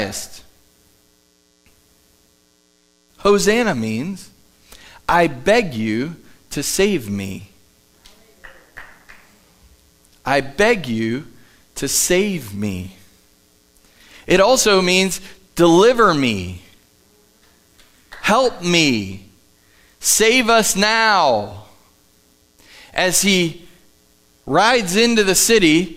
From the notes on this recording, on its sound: Live from The Summit Church in Dover, OH